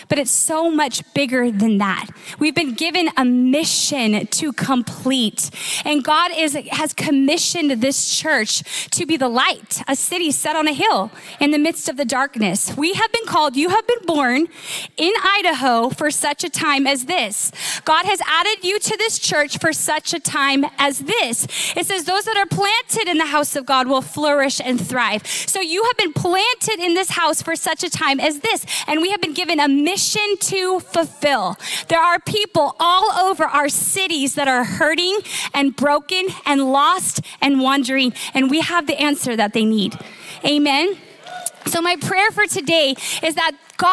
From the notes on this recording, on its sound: Recorded live at Capital Church in Meridian, Idaho